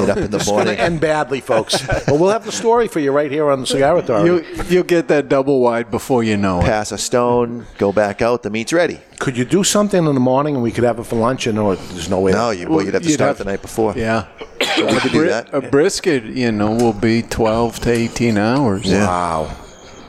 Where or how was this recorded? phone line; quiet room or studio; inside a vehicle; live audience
live audience